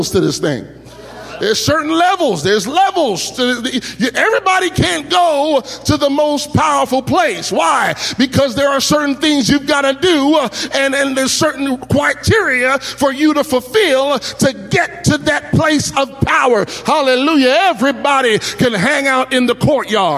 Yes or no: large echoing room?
yes